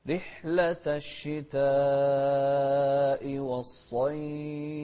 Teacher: الصاد مفخمة والمد الشتاء أربع حركات، رحلة الشتاء والصيف، ونوضح الفاء ونهمس فيها أيضا.